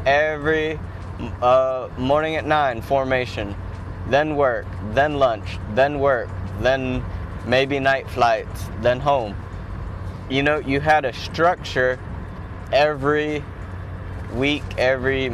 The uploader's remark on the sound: Driving to work